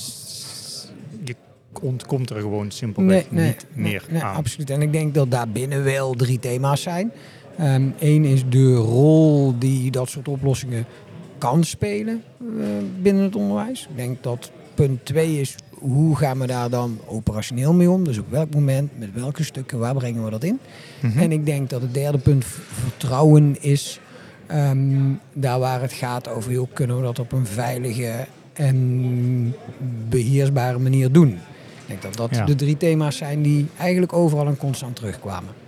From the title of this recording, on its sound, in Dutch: Live vanaf de SURF onderwijsdagen